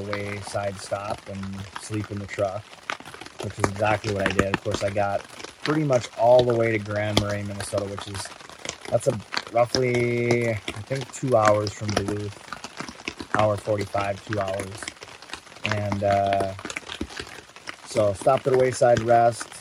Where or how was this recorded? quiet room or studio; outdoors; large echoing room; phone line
outdoors